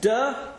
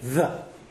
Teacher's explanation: If you go to Wales, you'll find that in Welsh, you have a D and a double D. A D is pronounced duh, and a double D, the.